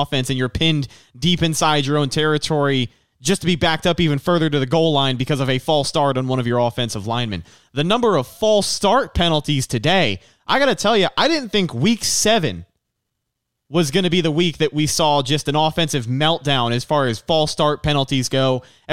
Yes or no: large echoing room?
no